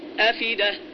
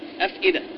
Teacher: نقلت حركة الهمزة وهي الكسرة إلى الساكن قبله · Shown in: first take · Term: النقل